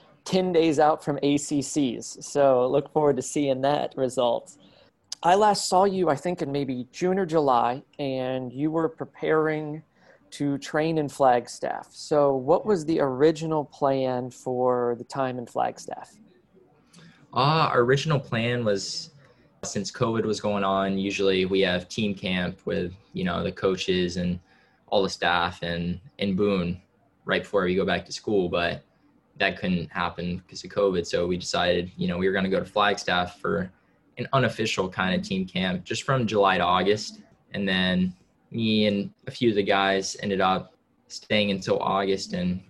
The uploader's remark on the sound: Returns to the program via a Zoom call we recorded earlier this week.